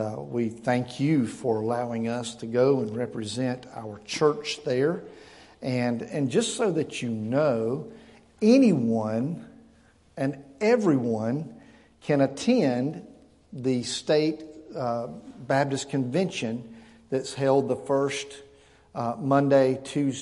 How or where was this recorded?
large echoing room